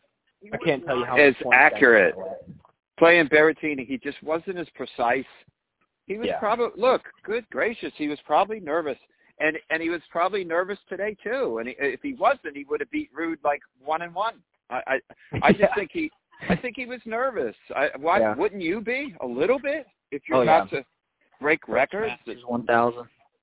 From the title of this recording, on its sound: Phone Chats